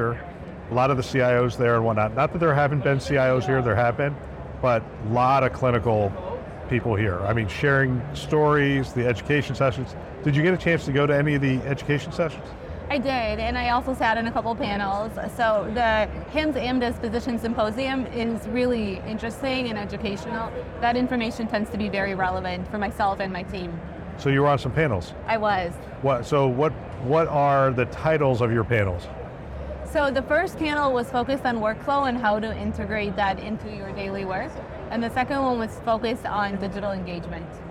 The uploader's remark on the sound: Interview in Action live from HIMSS 2023